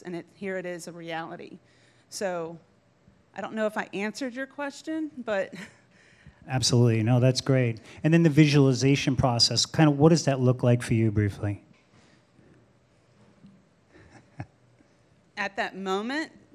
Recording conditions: live audience